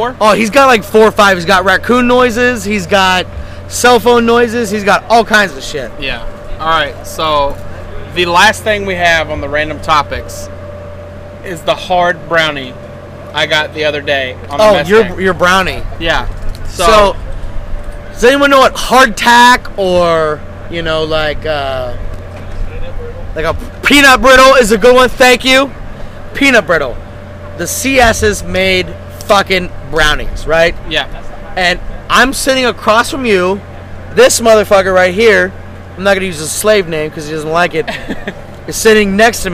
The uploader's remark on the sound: Round 2 of recording on Pier Alpha in GTMO.